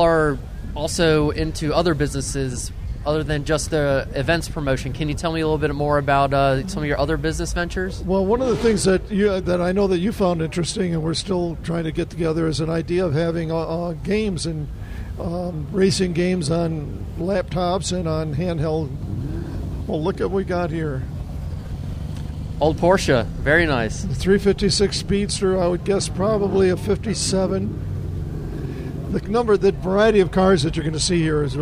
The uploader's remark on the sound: LIVE from Caffeine and Octane with Southeast Wheels Events.